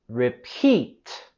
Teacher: Vamos a subir la voz y entonación en la segunda sílaba de repeat, repeat. Tenemos el sonido vocálico largo también en repeat, e, e, repeat.